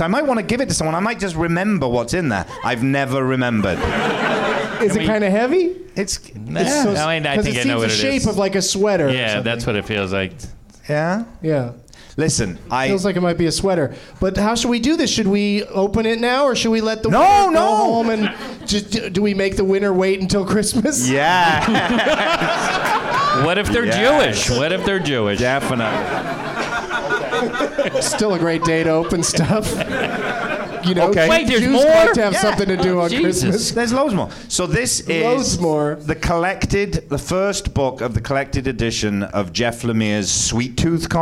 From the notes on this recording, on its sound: Live from the NerdMelt Showroom